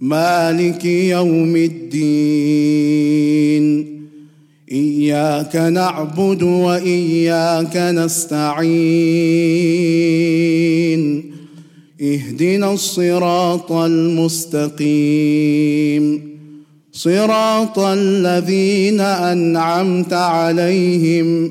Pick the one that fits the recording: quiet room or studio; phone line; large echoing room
large echoing room